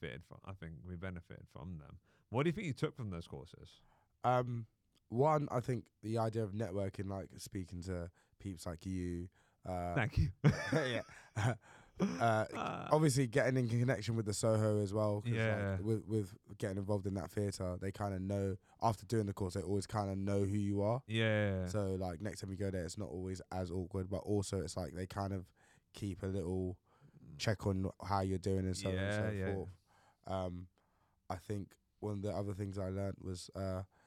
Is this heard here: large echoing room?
no